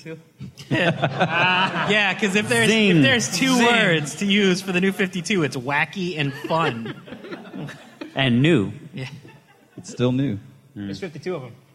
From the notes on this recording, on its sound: Recorded live before a studio audience, here's the audio version of the "Friends of Comic Vine" panel from last weekend's Long Beach Comic Expo